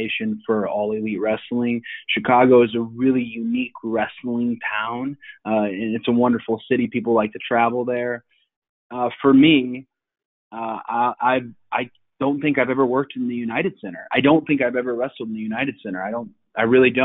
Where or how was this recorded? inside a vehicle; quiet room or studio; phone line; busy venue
phone line